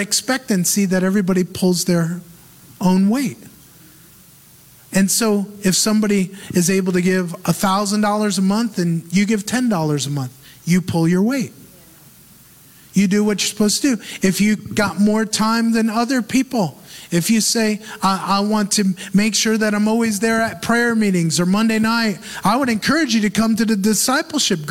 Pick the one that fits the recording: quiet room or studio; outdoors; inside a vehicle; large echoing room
large echoing room